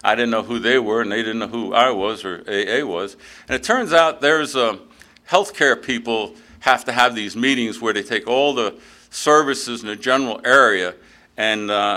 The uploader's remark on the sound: at the 34th Freedom From Bondage Conference in Aberdeen NC in 2023